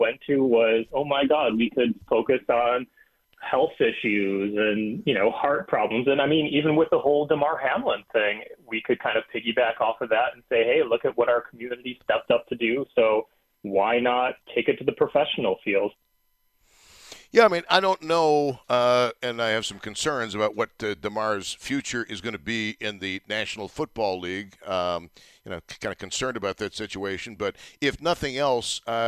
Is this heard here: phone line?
yes